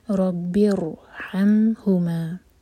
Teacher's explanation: تو ہم با سے جب را کو کنیکٹ کریں گے تو را ہیوی پڑھا جائے گا. ربرحمھما، ہا حلق سے، اور آگے ہما، یہ ہا سینے سے، اور ما دوہر کا لمبا.